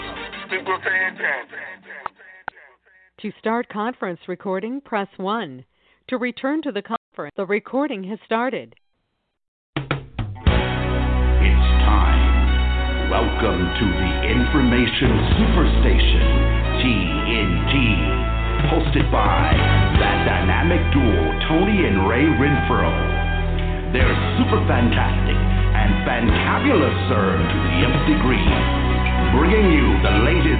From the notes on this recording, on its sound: TNTSuperfantastic Conference Call